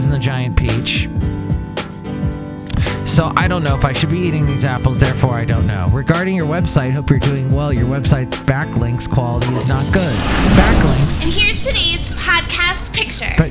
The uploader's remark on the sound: podcasts live from Cafe Anyway